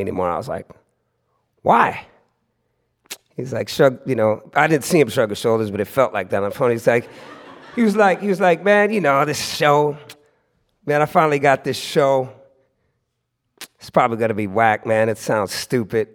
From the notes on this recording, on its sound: LIVE LAW San Francisco: Initial Public Offering took place on Friday night, February 23rd at The Polish Club in San Francisco's Mission District. We recorded the night so we could share it with you.